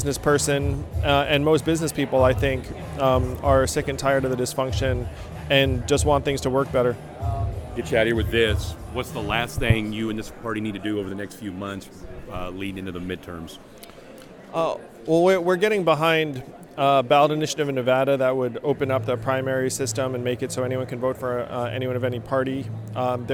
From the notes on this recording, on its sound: A special live, on-location episode of The Power Connect this past weekend as we went to the Forward Party Kickoff Convention at the Bayou City Event Center on the southside of Houston